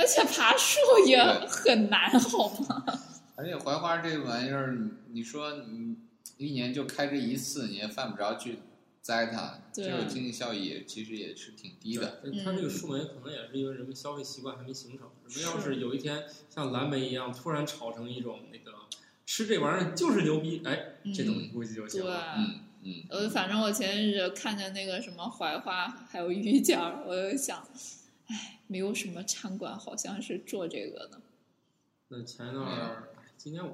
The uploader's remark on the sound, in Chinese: 本期节目为新设备第二次录制，由于手生，导致回音感很重